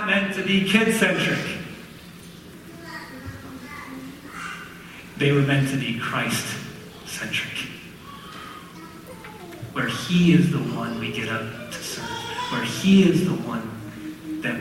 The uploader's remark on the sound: Sorry about the audio quality!